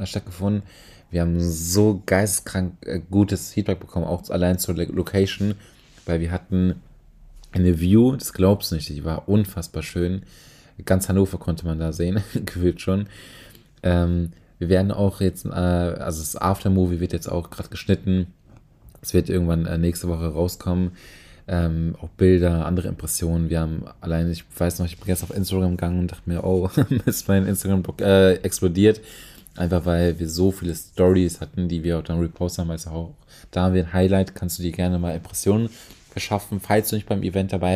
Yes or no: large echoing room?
no